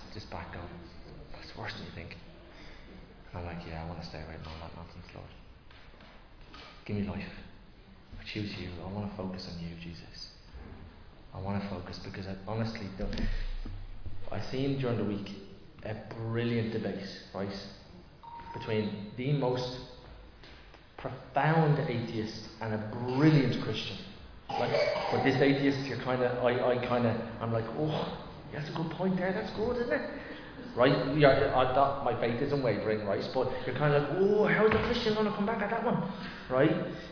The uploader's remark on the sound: Recorded live in Liberty Church on 2 July 2023